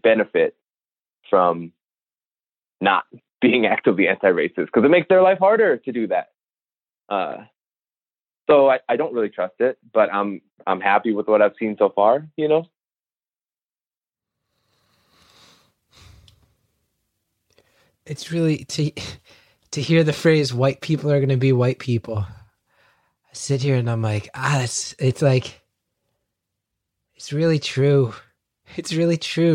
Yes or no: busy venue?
no